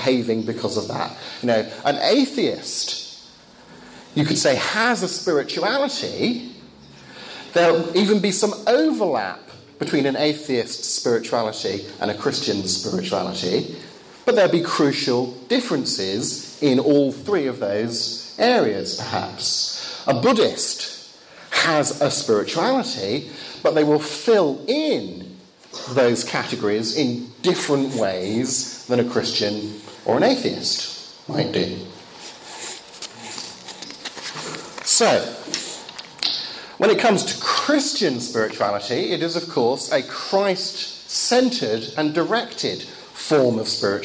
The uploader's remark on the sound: Lecture given in Bulgaria, 2014.